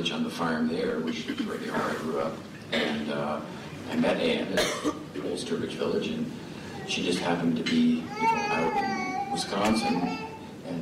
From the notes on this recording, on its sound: Keynote Address, 2015 Farmer-to-Farmer Conference, recorded 11/8/15 at Point Lookout, Northport, Maine